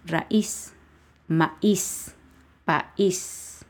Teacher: Raíz también forma diptongo, se acentúa la I